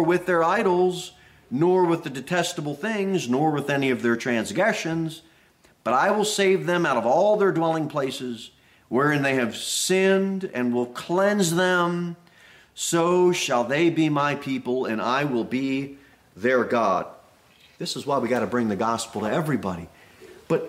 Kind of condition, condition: setting, large echoing room